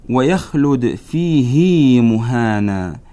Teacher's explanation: فتمد الهاء مدا طبيعيا أي بمقدار حركتين · Term: مد الصلة